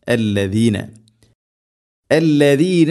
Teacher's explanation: നാവിൻ്റെ അറ്റം മുൻപല്ലുകളുടെ ഇരുനിരകൾക്കിടയിലൂടെ അല്പം പുറത്തോട്ട് നിൽക്കണം